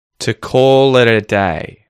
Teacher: notice there how I'm reducing words like to, it, a, and the main words in the phrase, the nouns and the verbs, are being emphasized